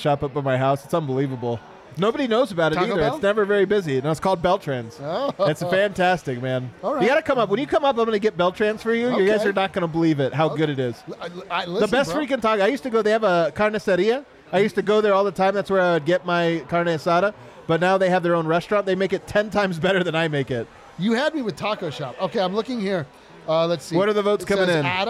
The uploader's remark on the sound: Live from the Winner's Lounge